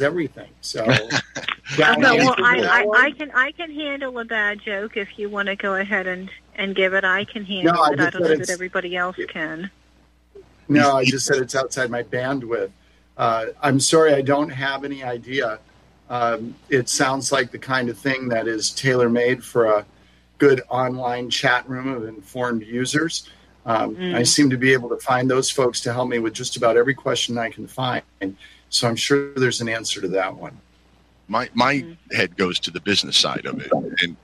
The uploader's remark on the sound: Your Phone Calls!